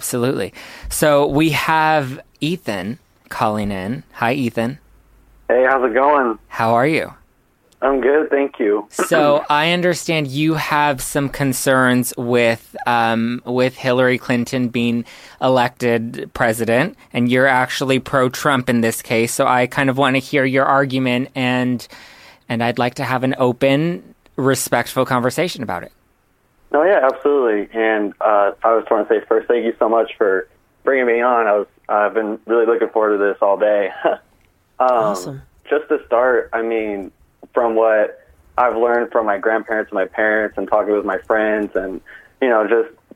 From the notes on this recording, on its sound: LIVE with calls from listeners. With a guest call-in.